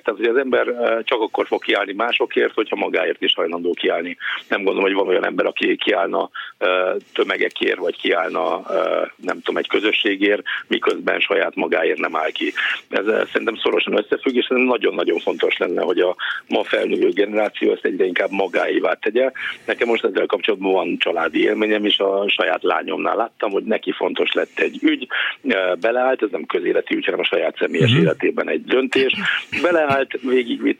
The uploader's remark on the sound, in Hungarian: valamint telefonon